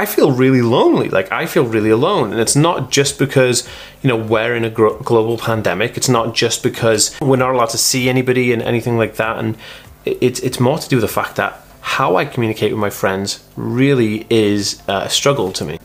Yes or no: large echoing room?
no